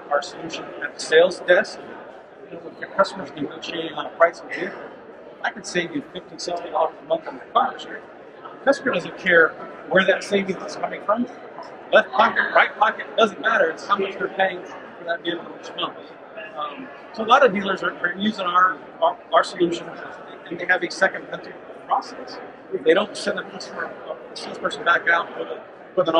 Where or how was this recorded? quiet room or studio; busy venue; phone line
busy venue